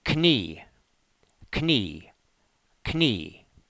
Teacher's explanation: The two letters in Knie are a single sound, a long E